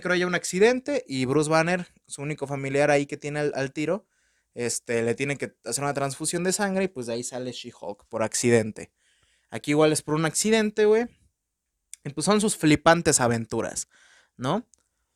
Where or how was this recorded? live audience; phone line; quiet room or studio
quiet room or studio